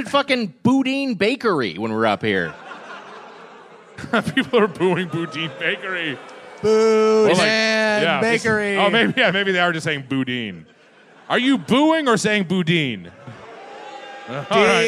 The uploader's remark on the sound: Recorded live at The Palace of Fine Arts Theatre in San Francisco 6/10/22.